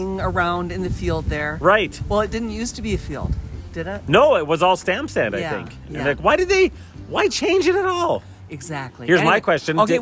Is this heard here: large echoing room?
no